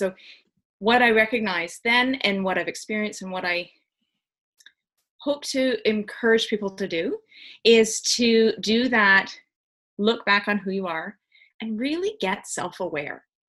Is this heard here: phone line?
no